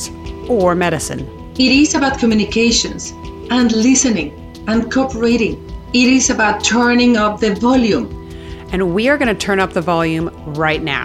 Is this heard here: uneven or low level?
no